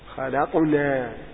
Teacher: الموصول يعني الساكن في الوسط في وسط الكلمة خلاقنا لما لأن القلقلة تقل نتيجة انشغال اللسان بالحرف الذي بعده يعني الحرف ينشغل اللسان في حال القلقلة تلك النبرة بالنون خلقنا